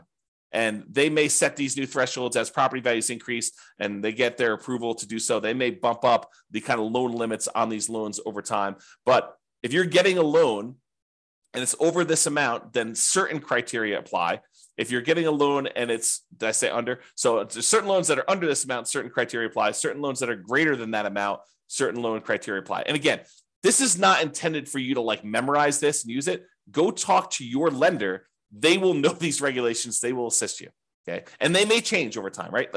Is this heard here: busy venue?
no